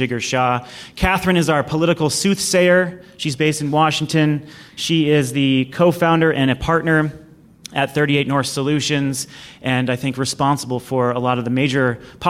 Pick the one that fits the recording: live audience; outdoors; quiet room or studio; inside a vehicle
live audience